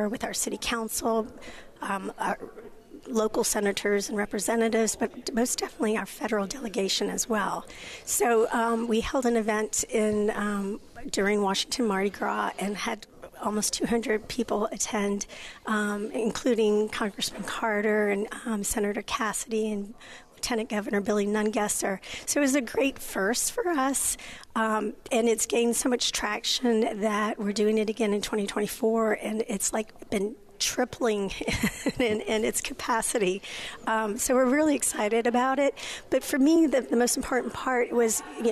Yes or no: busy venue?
yes